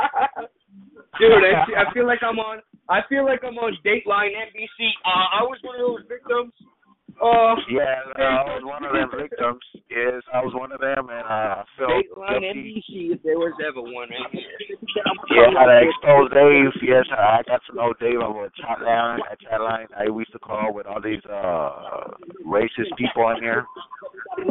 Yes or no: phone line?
yes